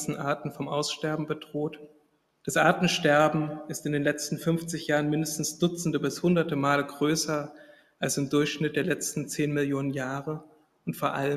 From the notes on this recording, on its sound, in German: Vortrag, gehalten am IFK, dem Internationalen Forschungsforum Kulturwissenschaften, in Wien am 8.